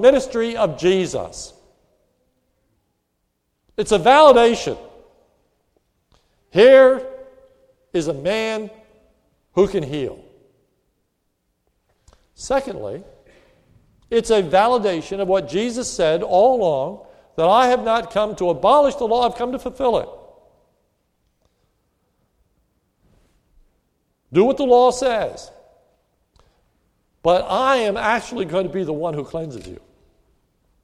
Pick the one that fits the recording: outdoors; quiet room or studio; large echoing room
large echoing room